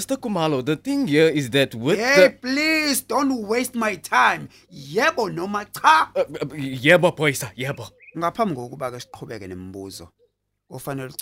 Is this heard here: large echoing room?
no